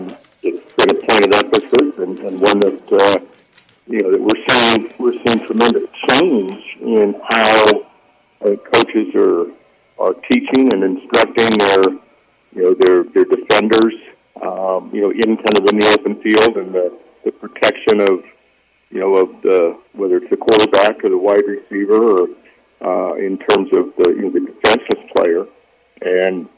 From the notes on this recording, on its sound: Joined over the phone by Sun Belt commissioner.